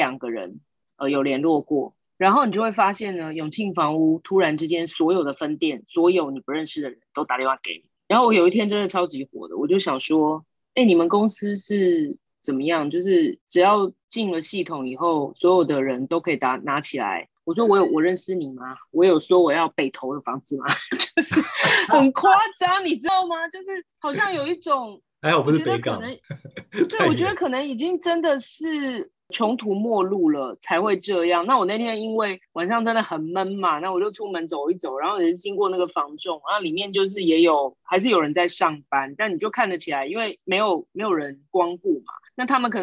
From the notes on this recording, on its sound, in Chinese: 這集採遠端錄音，收音情況不如錄音室請見諒～